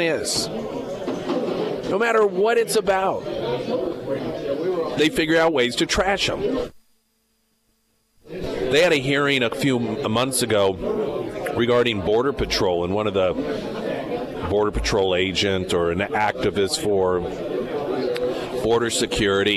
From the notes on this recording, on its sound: live at Scramblers Diner for Heroes Breakfast